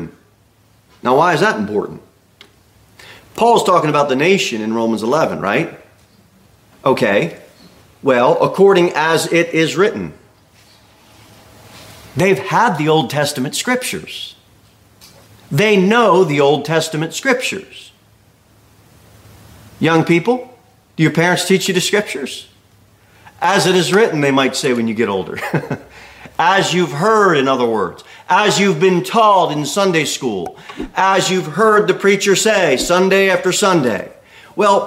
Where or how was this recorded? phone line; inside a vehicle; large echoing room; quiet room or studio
large echoing room